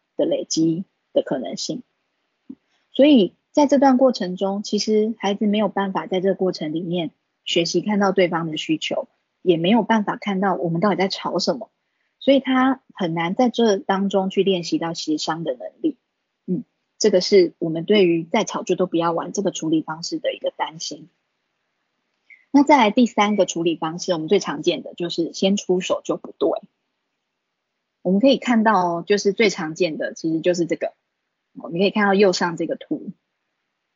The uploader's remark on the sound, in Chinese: 講座錄音。此為線上課程錄音檔！